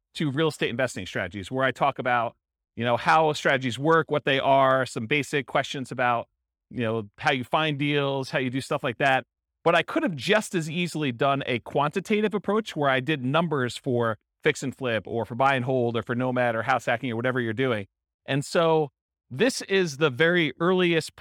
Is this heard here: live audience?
yes